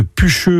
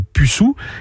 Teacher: La palatalisation aboutit à che au nord de la ligne Jorée et à s au sud, comme en français standard.